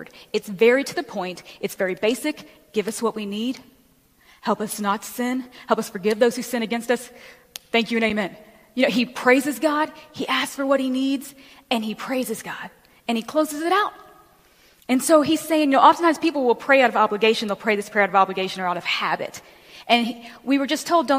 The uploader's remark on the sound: Recording of the message I was privileged to bring at Rock Harbor Church FL. I hope you will enjoy this recording of the message I was privileged to bring at Rock Harbor Church FL.